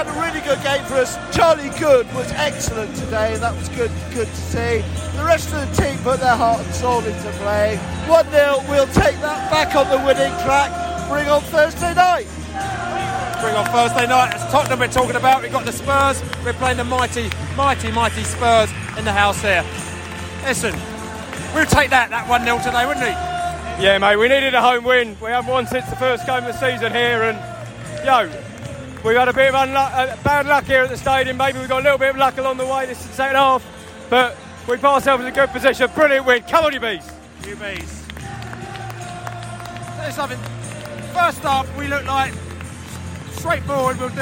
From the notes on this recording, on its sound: Post-Match Podcast from the Stand and Pub. We spoke to both Brentford and Everton fans in the stands and in the pub after the match.